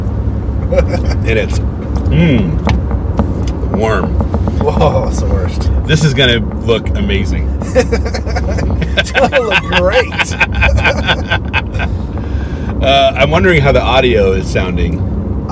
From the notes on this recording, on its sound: In The Car with Spoiler Country.